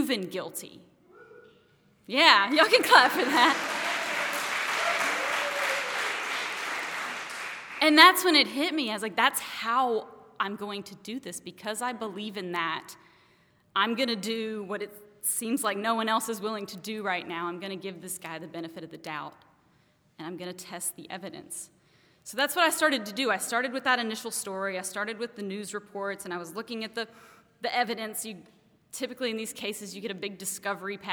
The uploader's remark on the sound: Took the All Y'all stage in July 2016, during our live event entitled "I Fought the Law,".